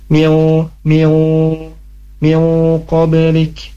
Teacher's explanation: ketemu huruf qaf dibaca gunnah ya, ikhfa ditahan, miu miu miu qablik, huruf ba-nya mantul, qablik.